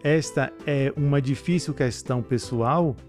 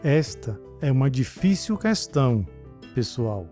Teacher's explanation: Quando eu digo: esta é uma difícil questão pessoal, quando não é vocativo, a frase tem o mesmo tom. Mas se eu ponho a vírgula, há uma mudança de tom. · Shown in: second take